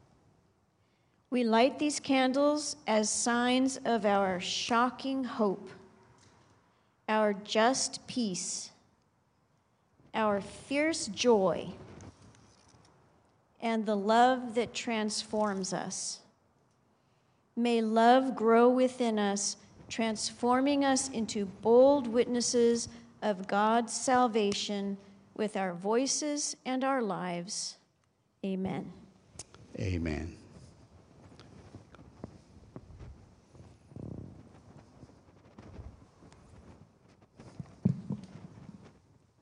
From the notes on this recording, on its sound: Sunday worship service of First United Methodist Church of Pacoima, recorded live on December 24, 2023. We are located at 12550 Van Nuys Blvd.